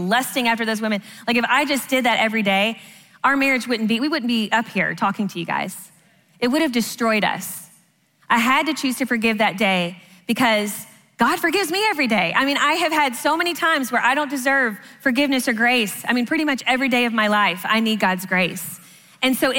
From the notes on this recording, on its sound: answer questions live at the XO Conference 2019